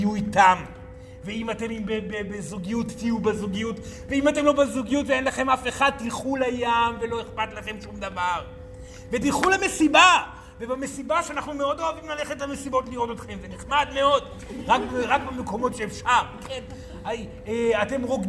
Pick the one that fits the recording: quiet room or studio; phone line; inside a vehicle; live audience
live audience